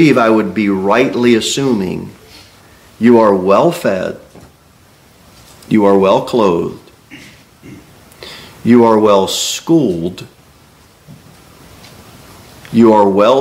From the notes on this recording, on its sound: Sermon delivered at Pilgrim Baptist Church on Thursday, January 18, 2024, at 6-15 pm. A bible-believing, independent Baptist church.